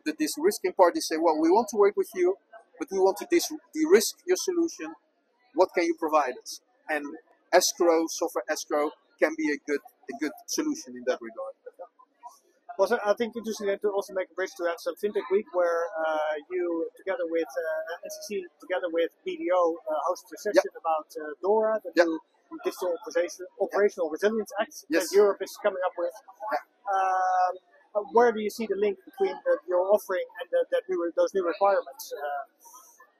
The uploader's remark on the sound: Amsterdam Fintech Week (XFW). Step into the heart of fintech innovation with our live coverage of Amsterdam’s Fintech Week (XFW)!